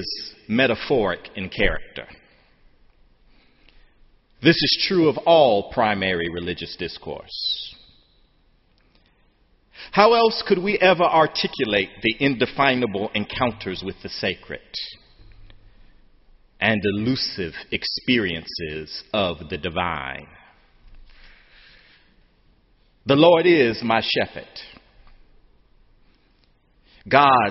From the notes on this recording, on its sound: sermon on Senior Sunday, the Last Sunday of Spring Term, May 26, 2013, in the Memorial Church